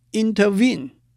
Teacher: intervene 是轻轻重，in the dark 也是轻轻重的组合